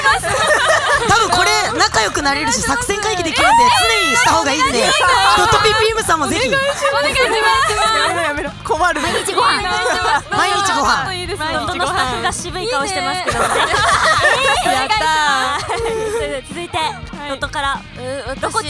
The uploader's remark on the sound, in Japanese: BPM×会心ノ一撃アライアンスライブ（コラボライブ）で行ったトークコーナーの模様をお届けします。公開収録パート。